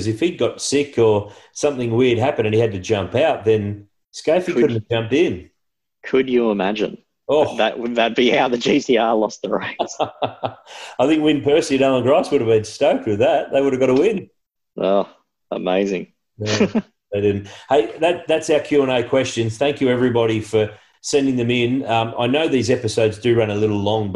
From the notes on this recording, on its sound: recorded over Zoom